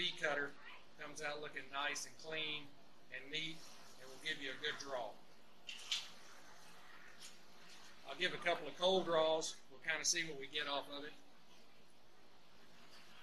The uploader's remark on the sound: The audio on this one was pretty bad, I have learned a lot since the early days of the show.